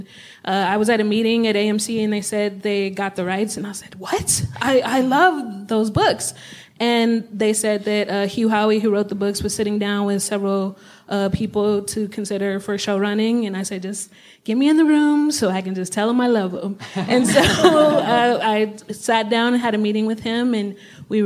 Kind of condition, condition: setting, live audience